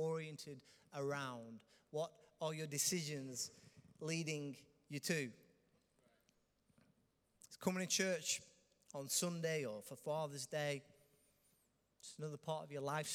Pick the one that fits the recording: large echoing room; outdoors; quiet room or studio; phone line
large echoing room